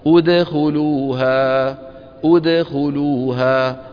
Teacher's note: نضم الشفتين عند الهمزة أو ثم نعيدهما إلى وضعهما الطبيعي عند الدال الساكنة المقلقلة أود، ثم نعود فنضمهما مرة ثانية عند الخاء فنقول خو، صارت أو د خو أو د خو، وتحتاج إلى رياضة.